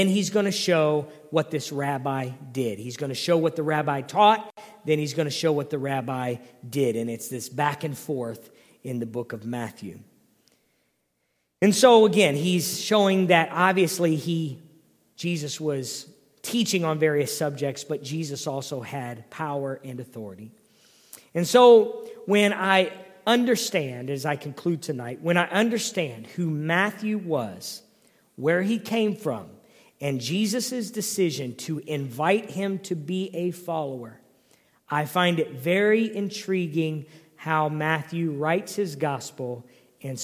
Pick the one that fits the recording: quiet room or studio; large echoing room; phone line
large echoing room